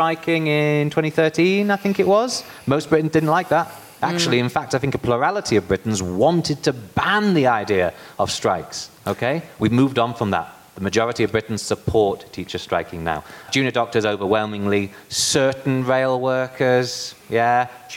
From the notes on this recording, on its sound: A special episode of the New Statesman Podcast recorded live at the Cambridge Literary Festival.